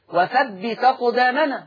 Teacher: شيلوا الهمزة وحطوا الفتحة على التاء · Term: النقل